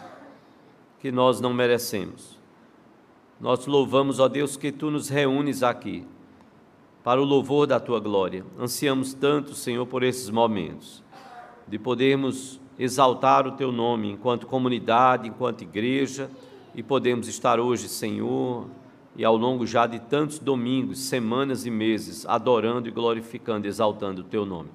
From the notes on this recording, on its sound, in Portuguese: No culto presencial e transmitido ao vivo.